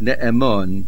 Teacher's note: It is not ne'emon. It is ne'emon on the mem. The mem is the middle root letter. And therefore, the main accent is on the mem.